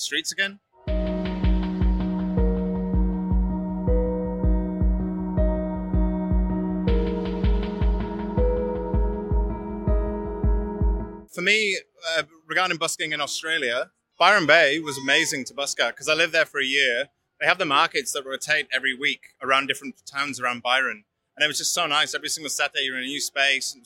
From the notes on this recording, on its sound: Interview recorded on April 16, 2022 (Bourke Street Mall, Melbourne Central Business District)